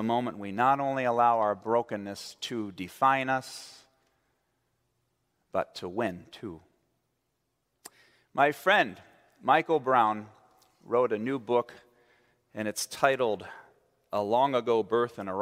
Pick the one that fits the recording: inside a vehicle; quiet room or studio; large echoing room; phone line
large echoing room